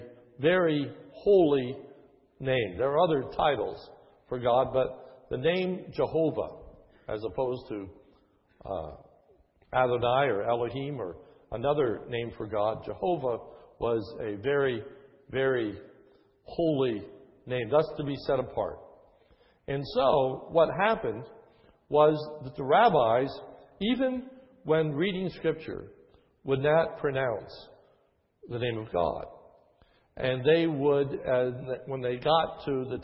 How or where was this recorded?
large echoing room